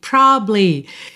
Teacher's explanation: Muitas vezes essa sílaba do meio vai ser comida mesmo, tá? Depende um pouco se é letra de música, qual é a métrica da letra de música, se é fala do dia a dia, se você tá falando mais rápido ou mais devagar.